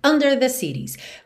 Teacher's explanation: normalmente a palavra under tem a sílaba tônica na primeira sílaba, então a gente teria under the cities.